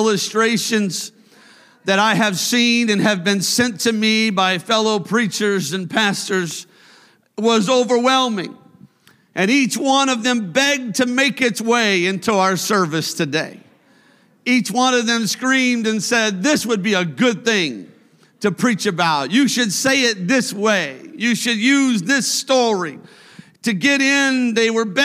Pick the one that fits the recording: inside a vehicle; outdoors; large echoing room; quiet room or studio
large echoing room